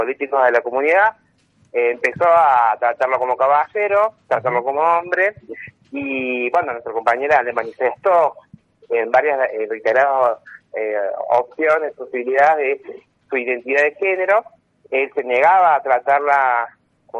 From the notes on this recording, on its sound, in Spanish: Nos visita en el piso. Por telefono.